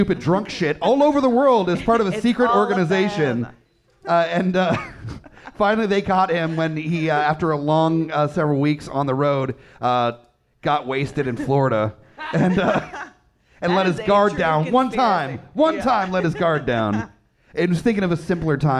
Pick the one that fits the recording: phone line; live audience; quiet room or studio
live audience